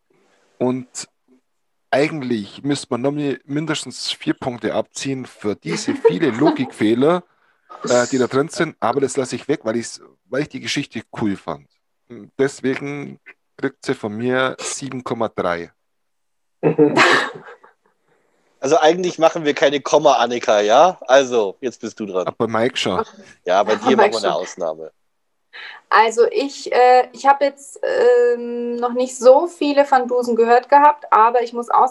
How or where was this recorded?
video call